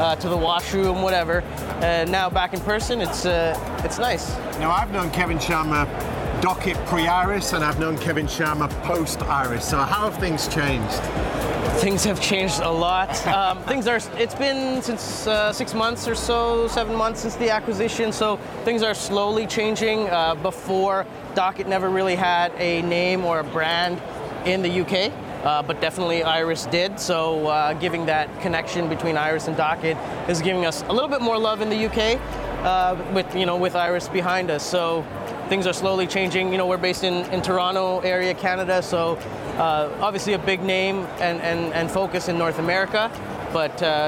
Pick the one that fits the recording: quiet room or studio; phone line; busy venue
busy venue